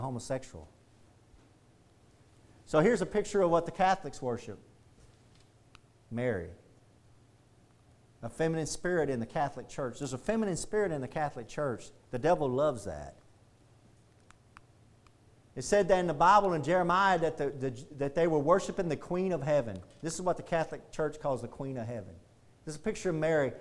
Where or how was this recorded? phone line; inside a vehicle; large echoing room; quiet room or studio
large echoing room